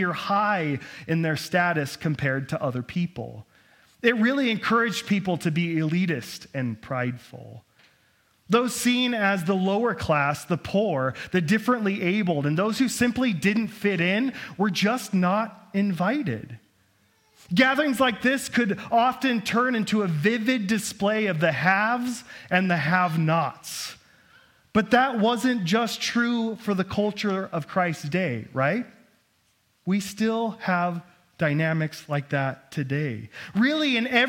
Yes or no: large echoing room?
yes